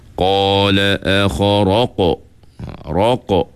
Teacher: Jadi lantunan itu sepatutnya tebal. Caranya ialah, semasa kita sebut huruf qaf itu, pangkal lidah kita terangkat. · Term: hukum qalqalah